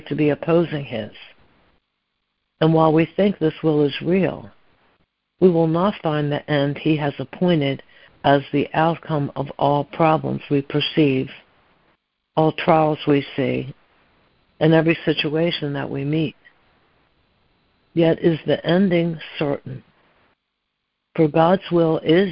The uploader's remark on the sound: ACIM Daily Conference Call